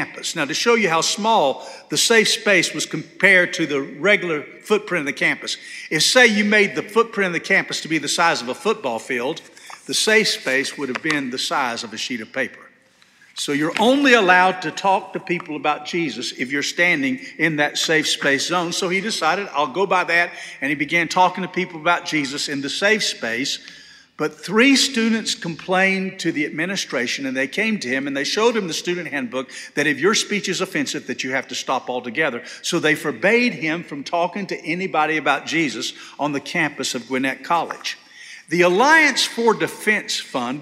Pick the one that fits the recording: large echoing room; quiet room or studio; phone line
large echoing room